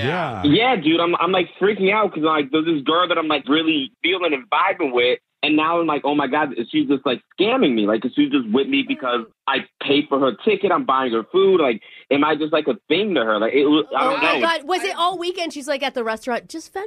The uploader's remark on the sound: It’s an emergency Awkward Tuesday Phone Call!